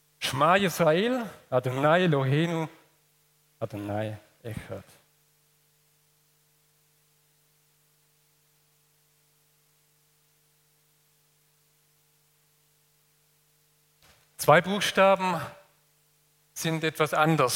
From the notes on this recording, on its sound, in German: aus dem Gottesdienst der Liebenzeller Mission